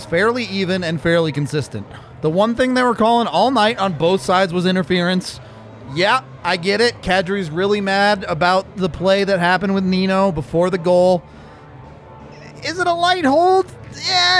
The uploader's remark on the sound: LIVE from the DNVR Bar